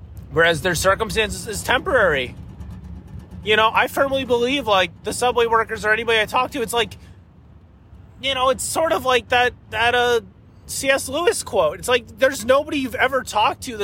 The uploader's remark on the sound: This was recorded in my car, so the sound quality is a bit lacking. At the time I was driving through Arkansas, on the way to Tennessee.